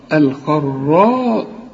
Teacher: هنا بقى الخاء مفخمة قوي لأنها بعدها راء بر، الخراء والراء مفخمة، الخراصون، اوعى تطلعها سين، الخراصون الذين هم